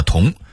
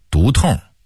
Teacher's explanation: 很多南方人说不准胡同这俩字儿，很生硬的把胡同的同读成同志的同，其实它应该儿化韵，读痛 · Shown in: second take